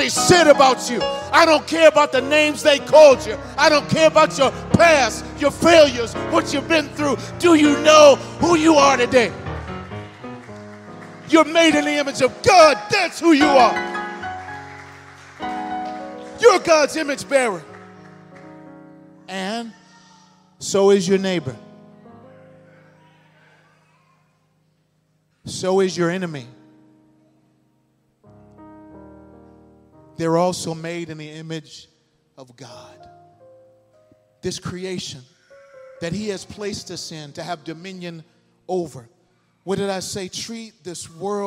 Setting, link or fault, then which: setting, large echoing room